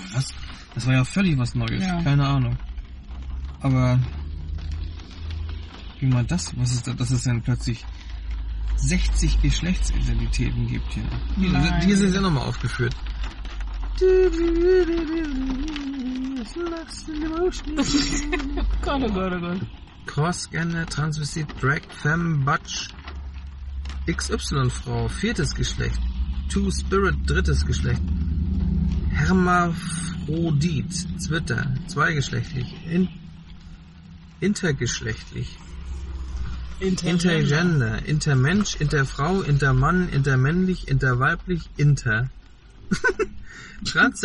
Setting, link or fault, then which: setting, inside a vehicle